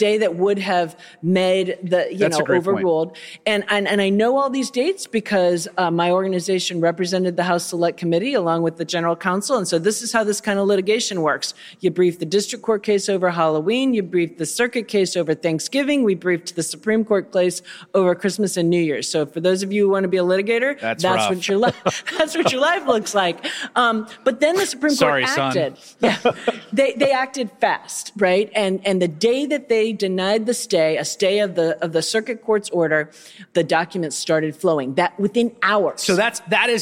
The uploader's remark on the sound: podcast tour at the Texas Tribune Festival in Austin.